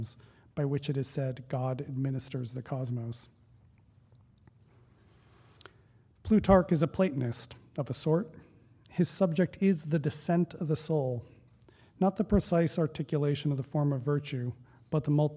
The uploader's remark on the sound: Recording of a lecture delivered on August 25, 2017. As part of the Formal Lecture Series.